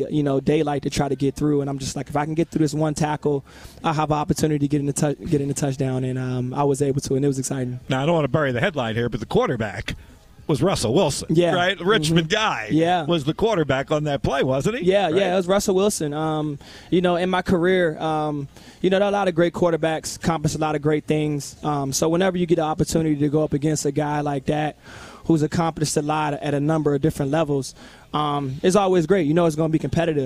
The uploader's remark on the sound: live at his Work Hard, Play Hard" Football Camp at LC Bird